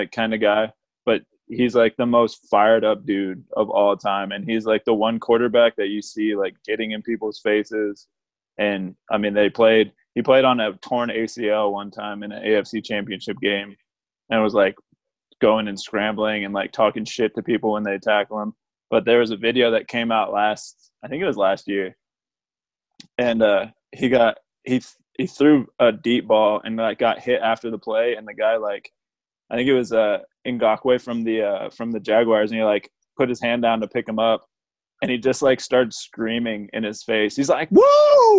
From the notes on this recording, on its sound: We use the Zoom app to continue our Podcast while social distancing with our FULL crew on board.